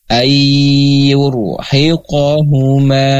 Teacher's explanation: nunnya masuk atau melebur ke huruf setelahnya yaitu ke ya. Jadi ai dan disertai dengan gunnah mutawalah. · Term: idgham bigunnah